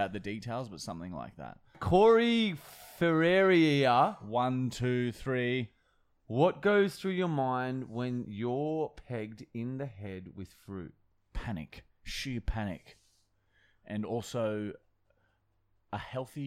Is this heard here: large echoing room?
no